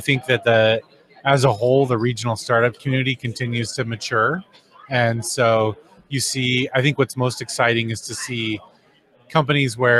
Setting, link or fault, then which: setting, busy venue